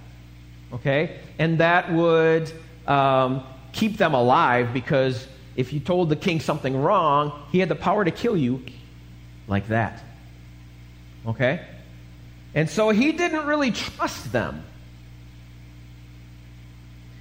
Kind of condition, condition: setting, large echoing room